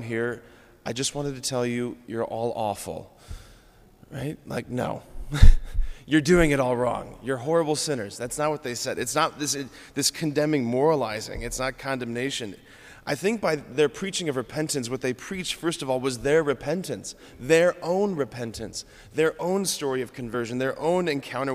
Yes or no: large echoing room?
yes